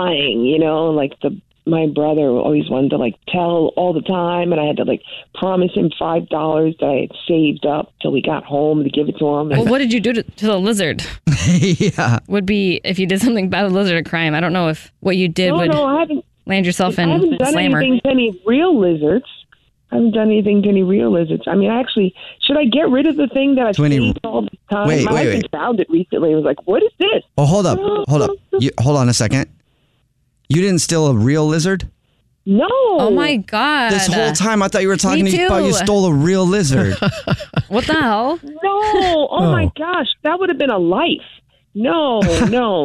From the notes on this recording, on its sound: on the phone